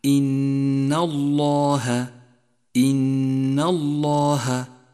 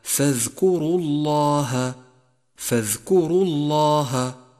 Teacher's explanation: جاء حرف اللام من لفظ الجلالة مفخما في قوله تعالى إن الله إن الله، لأنه مسبوق بحرف مفتوح